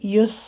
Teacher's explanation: په صاد کې د سیټي آواز دی